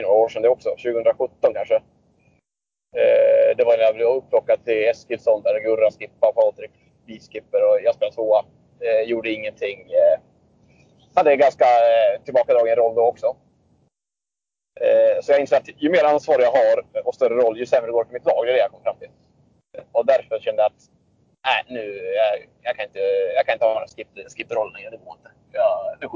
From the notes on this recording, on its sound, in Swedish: Har en ny mikrofon som kanske är bra men han åker bil så det låter som en rostig gås ändå.